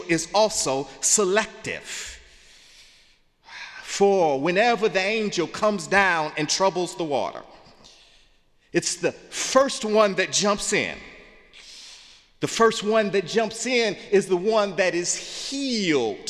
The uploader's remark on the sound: in the Memorial Church